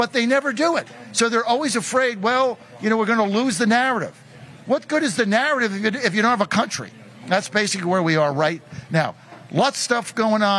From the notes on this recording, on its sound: Live From The MAGA Bus Tour.